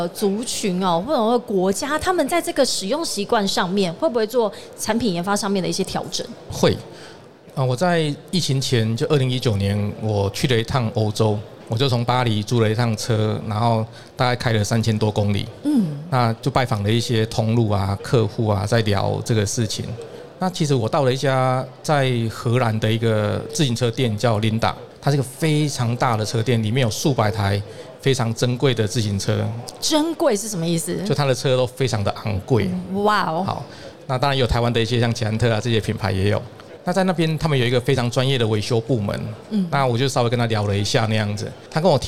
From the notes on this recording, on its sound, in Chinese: 2022 Taipei Cycle台北國際自行車展-Live Podcast。